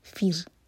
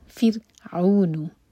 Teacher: را ساکن لائٹ ہوگا کیونکہ اس سے پہلے کسرہ ہے